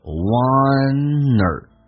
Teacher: or 在口语化当中弱化会弱化成一个儿化音叫 er，所以 one 跟 or 叫 oneer，用 n 进行连音，用 n 进行连音叫 oneer。